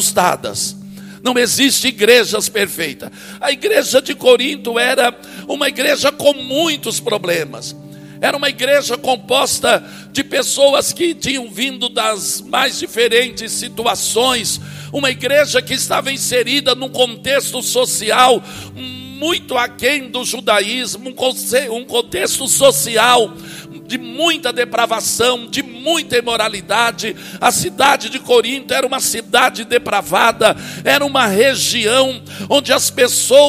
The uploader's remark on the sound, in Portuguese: Palavra gravada na Semana Inaugural da OBPC Pinheirinho.